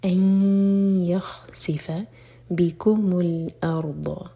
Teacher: ادغام غنہ کے ساتھ تو میک شور کہ دو سیکنڈس کا ٹائم دیں اور ناک میں آواز لے جائیں